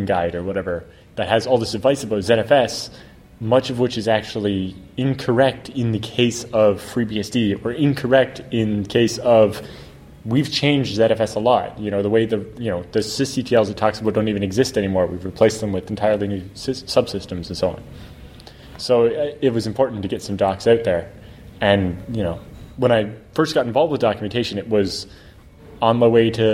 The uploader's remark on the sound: at vBSDCon in Reston, Virginia